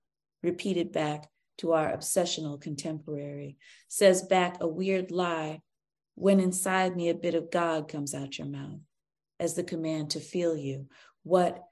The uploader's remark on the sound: This event was originally broadcast via Zoom